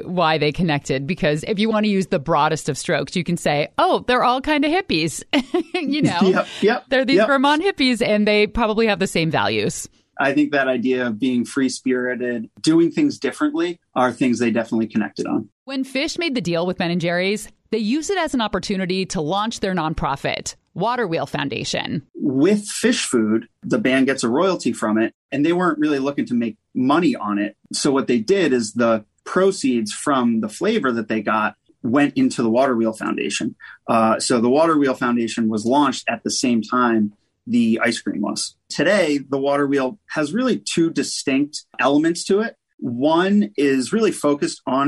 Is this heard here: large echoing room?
no